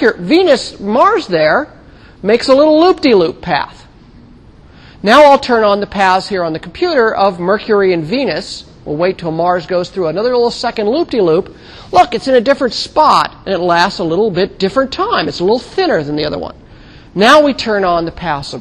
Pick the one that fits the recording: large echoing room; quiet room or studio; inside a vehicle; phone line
large echoing room